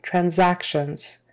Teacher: The syllable stress is the second syllable, transactions. And that S in the middle is a Z sound, transactions.